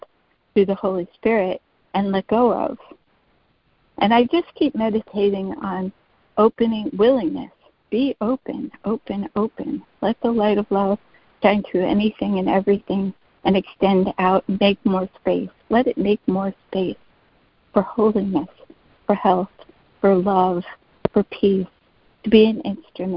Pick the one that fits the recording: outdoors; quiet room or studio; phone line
phone line